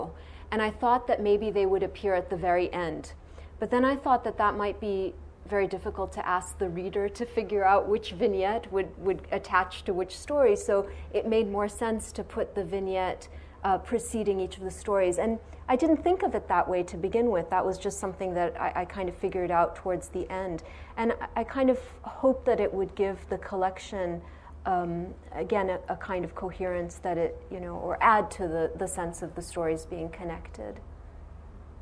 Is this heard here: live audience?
yes